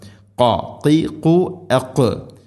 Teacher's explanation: ഖാഫിൻ്റെ ഉച്ചാരണം ശ്രദ്ധിക്കുക, തൊണ്ടയുടെ മുഗൾ ഭാഗവും കഴിഞ്ഞ് ചെറുനാക്ക്, ചെറുനാക്കിൻ്റെ ആ ഒരു ഭാഗത്ത് നിന്നാണ് ഖാഫിൻ്റെ ശബ്ദം